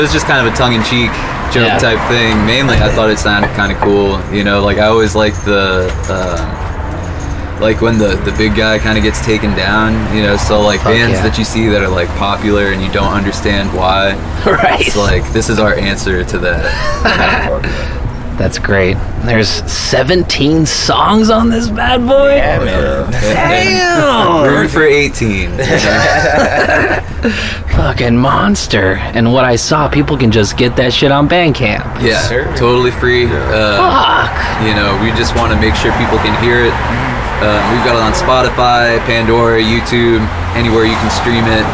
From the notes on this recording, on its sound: At the fabulous Sunshine Bar in Arlington.